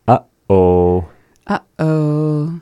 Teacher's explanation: The letter 7, that is a glottal stop, is like a pause or like a quick break. A pause. We'll say as being a pause, you hold your breath for a moment.